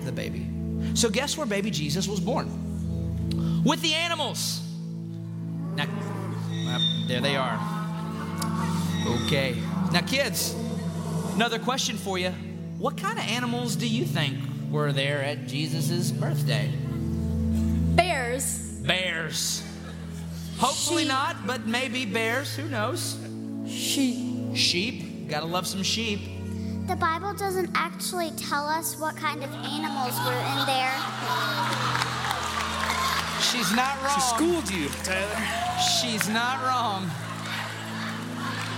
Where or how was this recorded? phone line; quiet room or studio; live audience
live audience